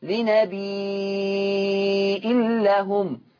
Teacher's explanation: لفظ النبي ومشتقاته من الألفاظ التي قرأت لورش عن نافع بثبوت الهمز